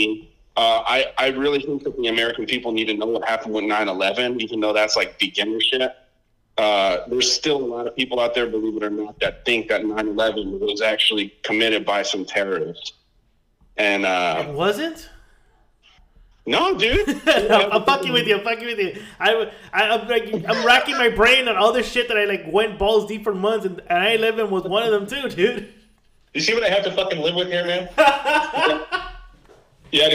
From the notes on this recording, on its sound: A COUPLE GUYS WHO I HAD THE PLEASURE GETTING DRUNK WITH OVER PHONE AND TALK ABOUT CONSPIRACIES THEORIES.